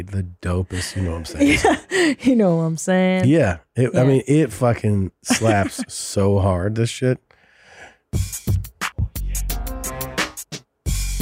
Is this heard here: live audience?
no